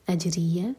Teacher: یہاں پر رو پر کسرہ ہے تو رو باریک ہے